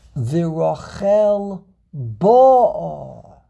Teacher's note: you put the emphasis in the first syllable, it means the past